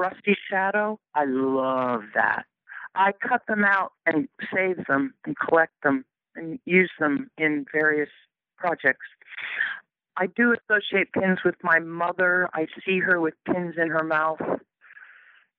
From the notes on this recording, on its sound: conversation by telephone